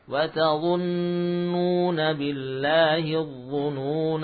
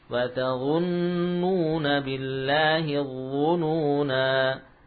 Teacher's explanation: Alif tidak dibaca ketika wasol. Dan dibaca saat waqaf. Ditandai dengan angka 0 tegak. · Term: sifar mustatil